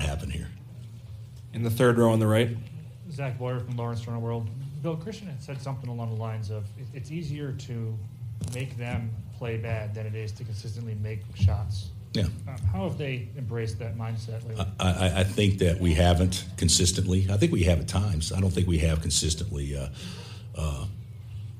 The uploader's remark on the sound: press conference audio, all from Chicago, IL